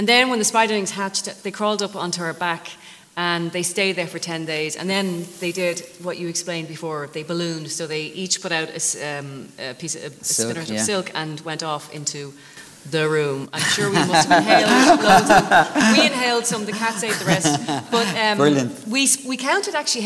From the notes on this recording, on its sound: This is a live recording in front of an audience in The Crawford Art Gallery in Cork.